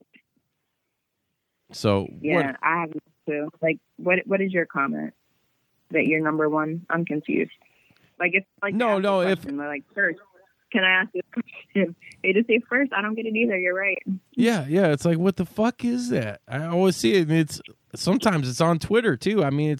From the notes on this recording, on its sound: Another phone interview knocked out of the park.